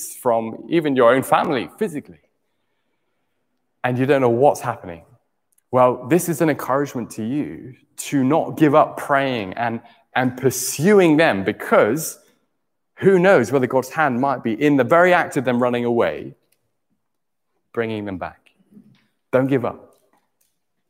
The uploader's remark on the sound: Morning Service 13-09-20 (11.15am LIVE Stream)